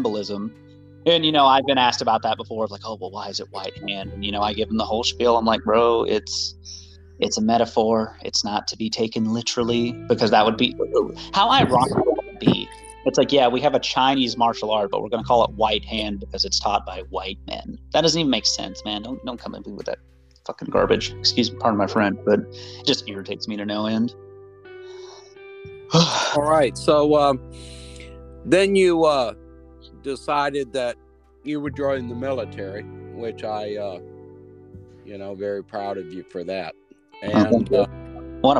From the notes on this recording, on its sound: Just out driving around St. Petersburg that I get on the line and talk to a few people.